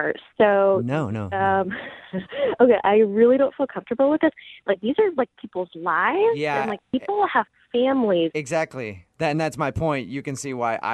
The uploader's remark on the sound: Phone Tap.